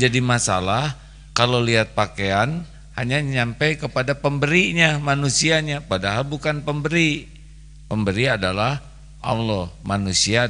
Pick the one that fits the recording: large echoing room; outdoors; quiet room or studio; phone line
large echoing room